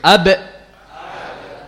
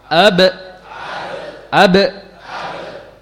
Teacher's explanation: huruf ba dengan ditempelkan kedua bibir. Ab. Tempelkan dengan keras dan rapat.